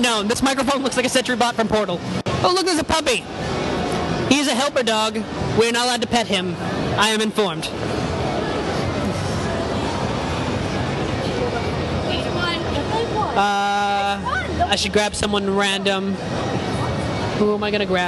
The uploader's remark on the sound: Geek Media Live Connecticon 2012